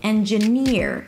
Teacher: Here the primary stress is on the last syllable. · IPA: ˌendʒəˈnɪɹ